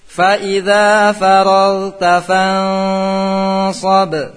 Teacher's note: nun mati menghadapi shad didengungkan sedikit ditahan